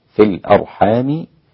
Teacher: التحقيق مع الإسكان، تحقيق الهمزة مع الإسكان